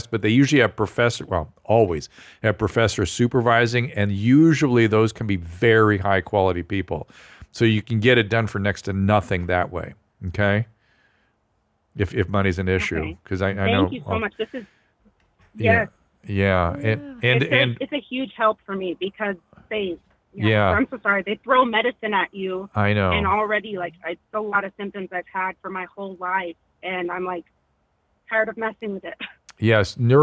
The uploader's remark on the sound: They then take live calls